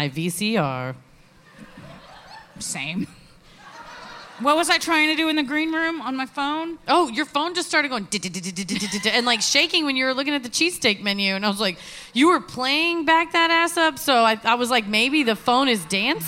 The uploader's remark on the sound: Recorded live at Theatre for Living Arts in Philadelphia, PA.